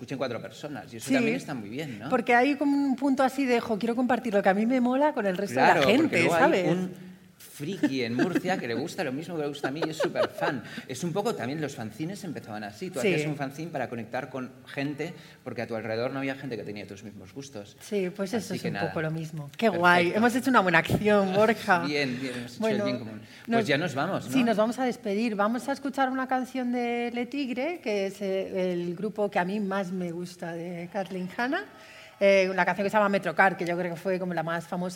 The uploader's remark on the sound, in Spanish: Grabado en vivo en las JPOD 2018 de Madrid.